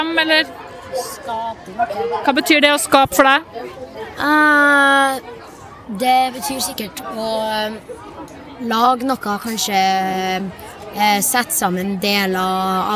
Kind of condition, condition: setting, busy venue